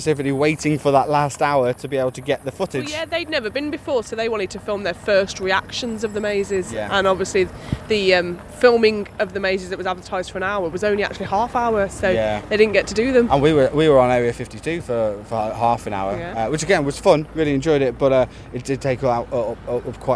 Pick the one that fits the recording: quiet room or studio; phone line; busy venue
busy venue